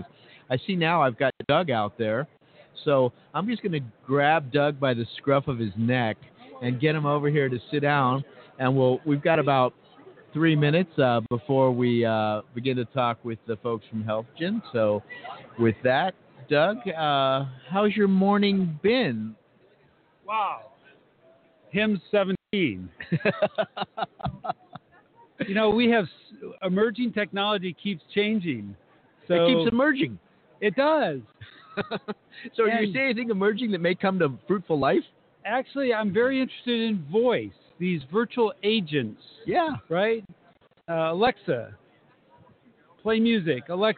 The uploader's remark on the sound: LIVE From #HIMSS17 Day One. The Health Information Management Systems Society (HIMSS) 2017 Annual Conference and Exhibution from the Orange County Convention Center in Orlando, Flo.